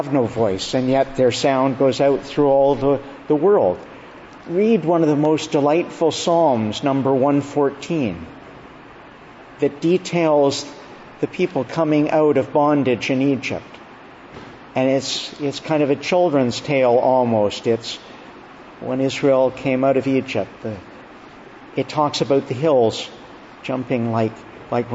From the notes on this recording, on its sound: June 5, 2022 Evening Service. Preached at Evening Prayer, beginning of Augustine College Summer Conference.